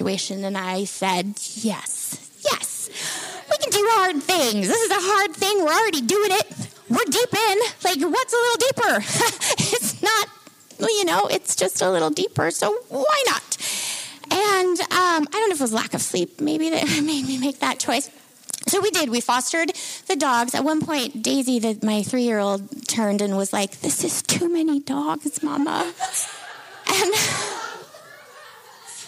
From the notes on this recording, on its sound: Recorded Live at New Prospect Theatre in Bellingham, Washington during the March, April and May 2023 Bellingham Story Hour Story Shares. Studio Recording and Editing. At Champion Street Sound Studios.